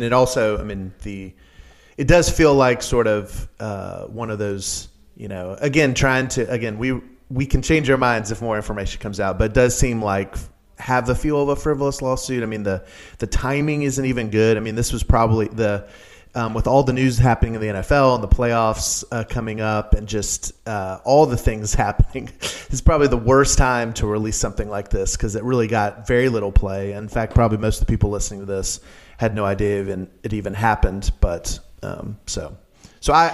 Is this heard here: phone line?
no